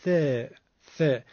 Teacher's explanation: و نکته ظریفش این استش که حرف ثا از نوک زبان هست، حجمش هم کمه، رقیقه